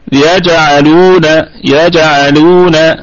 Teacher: الكلمة كلها مرققة والجيم مقلقلة، قلقلة صغرى لأنها متوسطة في الكلمة